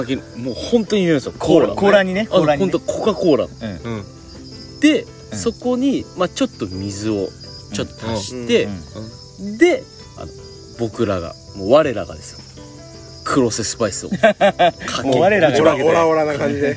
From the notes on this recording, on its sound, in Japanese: 福岡市西区にある唐泊VILLAGEで。収録の日はお盆だったので焚き火で先祖を迎えております。